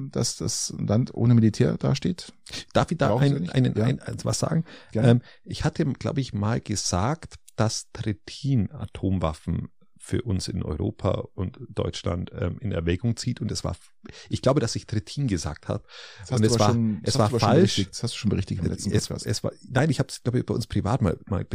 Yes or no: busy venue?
no